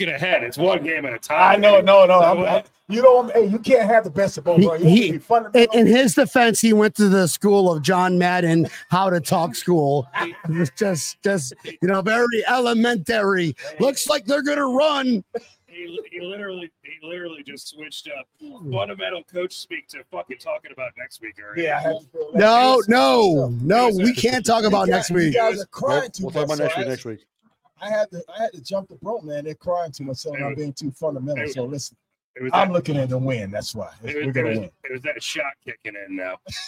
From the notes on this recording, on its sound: Bills GameDay Tailgate. Live from Brendan's Sports Pub, home of South Florida Bills Backers!